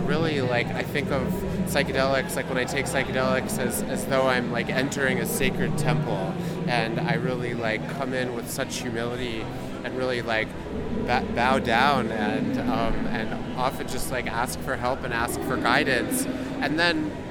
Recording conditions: busy venue